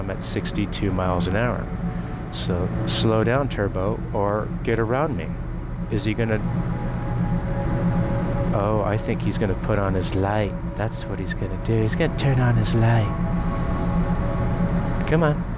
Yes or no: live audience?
no